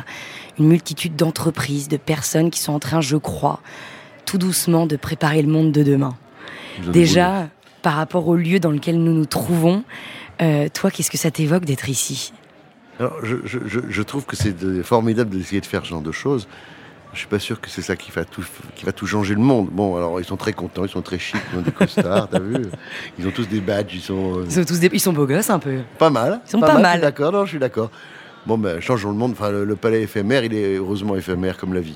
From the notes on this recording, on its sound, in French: Une émission enregistrée en mai 2022 lors de l'évènement Change Now à Paris